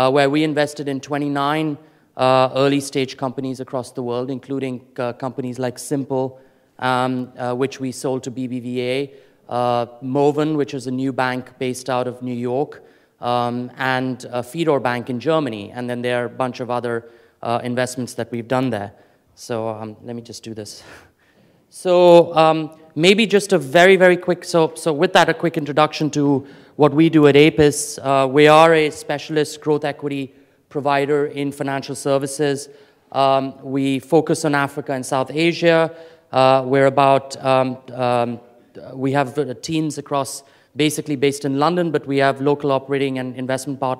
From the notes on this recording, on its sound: Afrikoin Cape Town 2014 Opening Keynote.